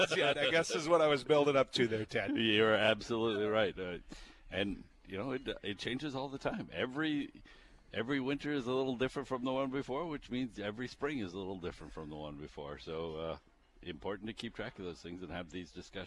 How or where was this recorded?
busy venue